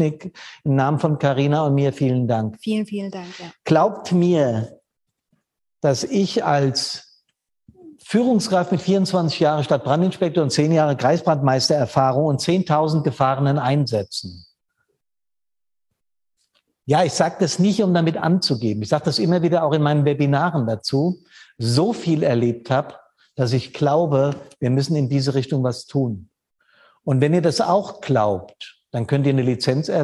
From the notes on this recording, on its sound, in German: Der Mitschnitt des Info Online-Events fireproof360° vom 31.07.21